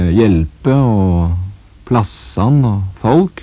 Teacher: Men skal vi da komme videre med hvor denne karen er ifra, så kan man jo se på det at han ikke har tjukk L